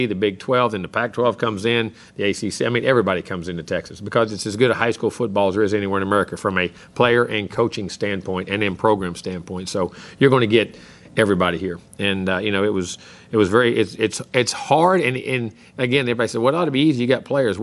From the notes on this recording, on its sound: press conference from Kyle Field (air date 2/6/19).